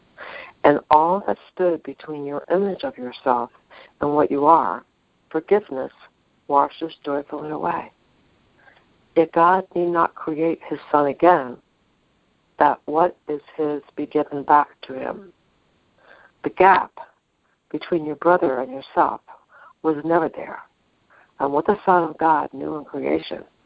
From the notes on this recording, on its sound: ACIM Daily TEXT Conference Call.